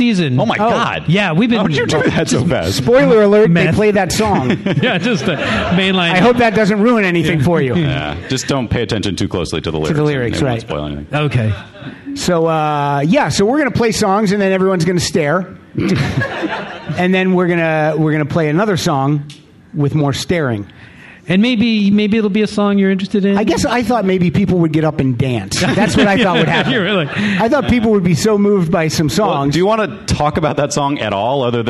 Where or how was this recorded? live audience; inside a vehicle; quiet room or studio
live audience